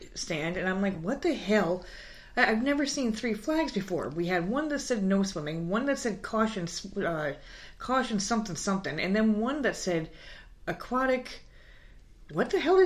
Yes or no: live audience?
no